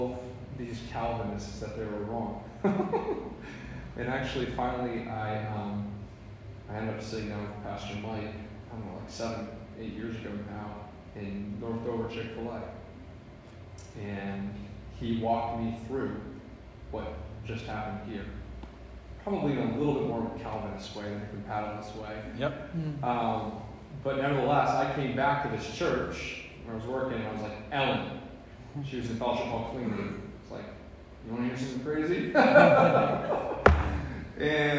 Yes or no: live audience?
yes